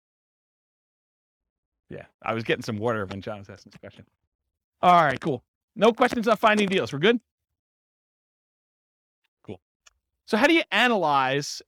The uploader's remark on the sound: This was a live class recorded